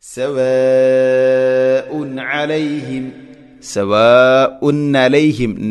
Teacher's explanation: സവാഉൻ അലൈഹിം ഇദ്ഹാർ ചെയ്യണം, വെളിവാക്കി ഉച്ചരിക്കണം, അവിടെ മണിക്കരുത്. സവാഉൻ അലൈഹിം, സവാഉൻ അലൈഹിം, നലൈഹിം നൂനിനെ കൊണ്ടും വായിക്കരുത്, അതും പ്രത്യേകം ശ്രദ്ധിക്കേണ്ടതാണ്.